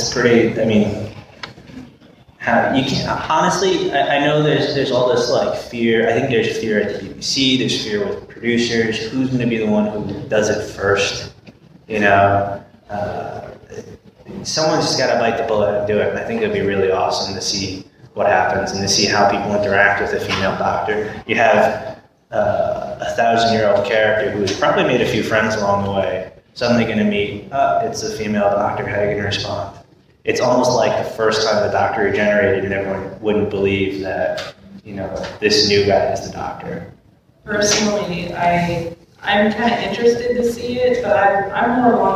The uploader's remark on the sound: We apologize for the audio quality. Part of the delay in its release is because of some tweaking to the audio that needed to be done. There are times that this recording is inaudible, but we hope you will understand.